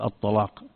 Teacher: بعضهم يفخم اللام يقول الطلاق